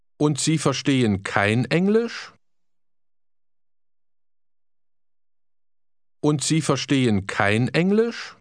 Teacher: Try to ask with a rising tone